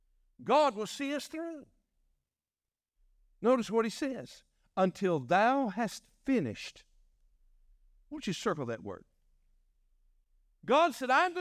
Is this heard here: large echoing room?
yes